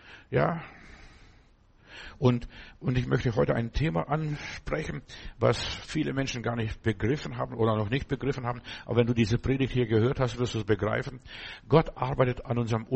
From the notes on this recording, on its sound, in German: Januar 2024 im Gemeinde-Zentrum in Berlin aufgenommen.